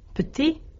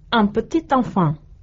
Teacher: Esimerkiksi adjektiivi pieni äännetään yksinään ilman lopputeetä, petit, mutta kun sitä seuraa vokaaliäänne, t kuuluu · Shown in: second take · un petit enfant. · Term: sidonnasta